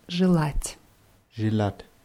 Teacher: wird mit je vorne geschrieben, je, je, aber wie i ausgesprochen